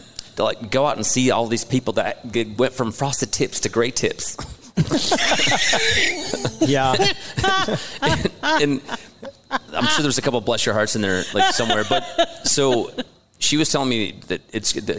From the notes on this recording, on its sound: LIVE At Hail Varsity Club. Our LIVE podcast event was so much fun!